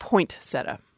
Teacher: some speakers have put a T on that first syllable